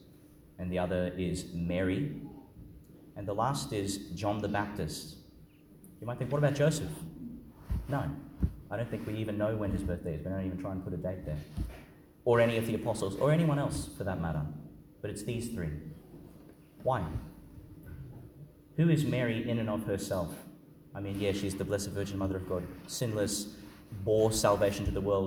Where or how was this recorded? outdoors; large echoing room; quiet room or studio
large echoing room